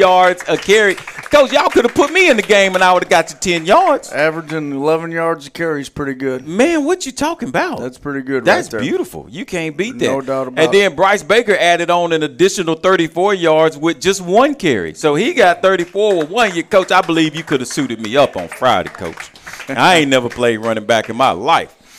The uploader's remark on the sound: live from Monte De Rei Mexican Restaurant in Kernersville